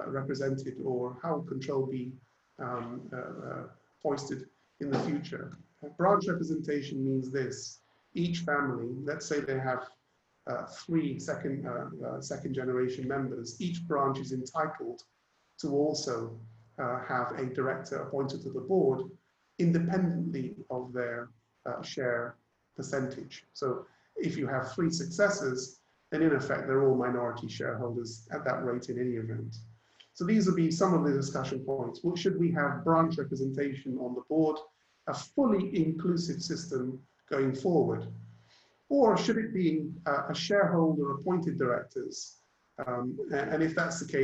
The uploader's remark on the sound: Webinar audio recording dated 26 Aug 2020